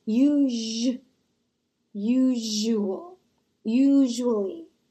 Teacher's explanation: The s in this pronunciation is a j sound.